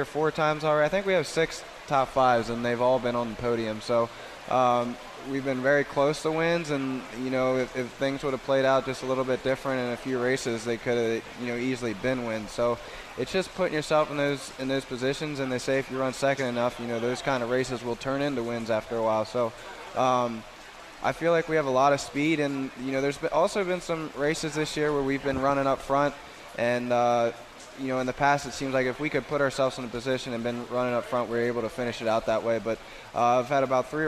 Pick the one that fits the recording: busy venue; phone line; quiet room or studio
busy venue